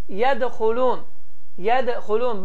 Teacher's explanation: bu zaman təzyiq, yəni qalqala daha az bir şəkildə yədxulun deyərək tələffüz olunur · Term: kiçik qalqala